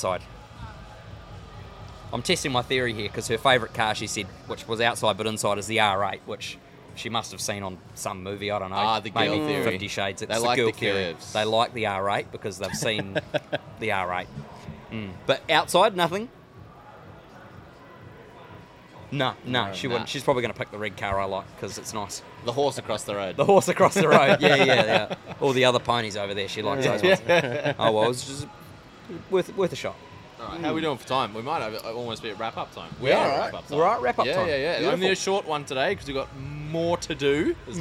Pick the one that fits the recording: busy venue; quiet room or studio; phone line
busy venue